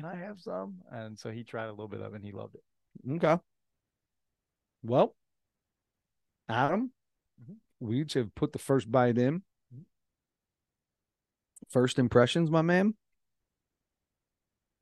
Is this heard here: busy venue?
no